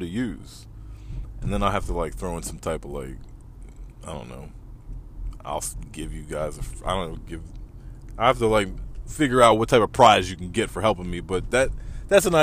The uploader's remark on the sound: Randomly recording in my car in traffic on my way home.